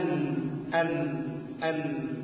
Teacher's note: طرف لسانك هيخبط في اللحمة في اللثة بتاعة الأسنان العليا، أن أن أن، طبعا من الداخل، ما يجيش يقول أن يطلع لسانه برا، لا مش من الخارج، من الداخل. · Term: مخرج النون